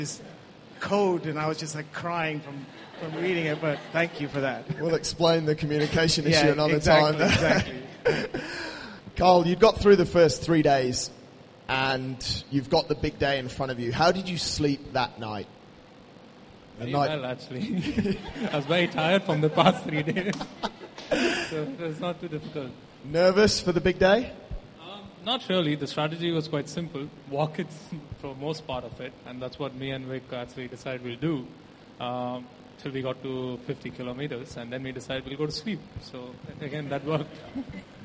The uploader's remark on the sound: Hosted them on stage.